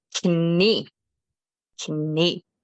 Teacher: we do pronounce the K when it is in front of an N. So it's pretty much written the same, except we do pronounce the K.